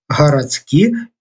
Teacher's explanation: Дс пераходзіць у Ц норма вымаўлення, але не перадаецца на пісьме. Кажам гарадскі, пішам гарадскі.